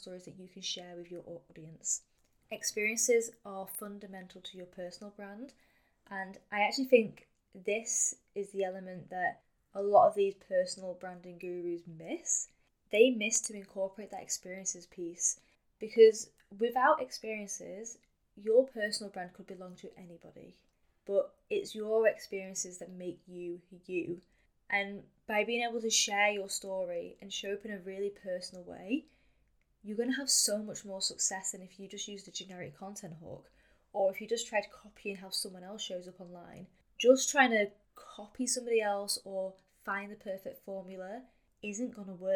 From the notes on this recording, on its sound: Sorry for the sound quality on this one! I've been having some serious mic issues recently.